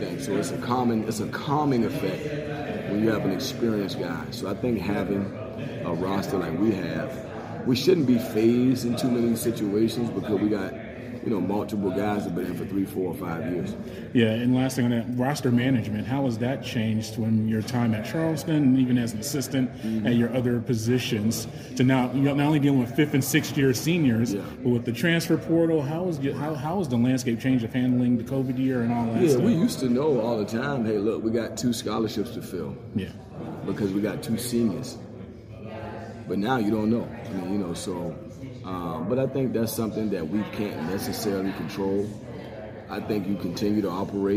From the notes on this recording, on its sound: during the ACC Tipoff event in Charlotte, North Carolina October 12